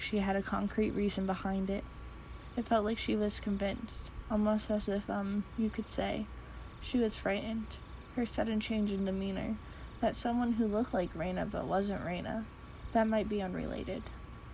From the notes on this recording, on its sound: Reuploaded with the background sound